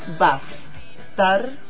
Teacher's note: Tiene su acento prosódico, sin tilde, en la sílaba tar.